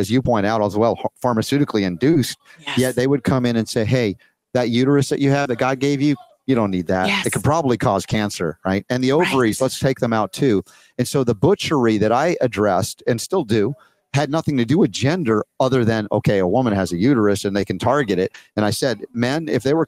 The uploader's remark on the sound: Live From Next Steps 2023 In Buford GA